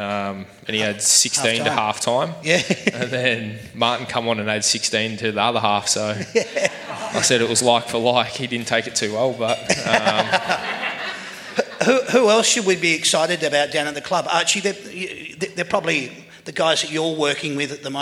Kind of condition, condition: setting, busy venue